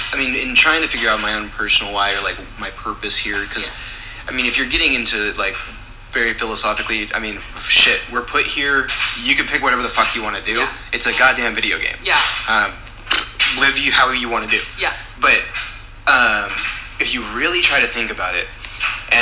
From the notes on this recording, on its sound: I do apologize for the background noise.